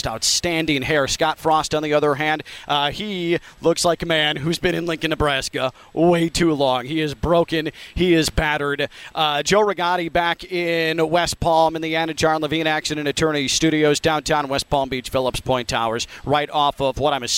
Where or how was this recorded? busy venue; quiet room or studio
busy venue